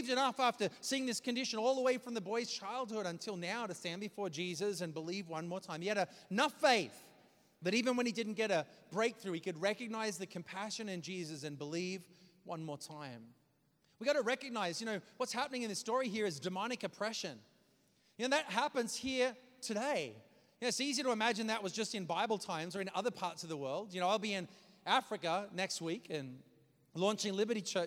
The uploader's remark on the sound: preached this message on May 7th at our Downtown community